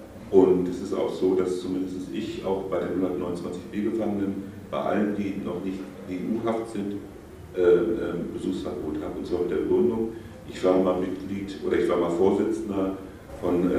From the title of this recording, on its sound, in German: Mitschnitt einer Veranstaltung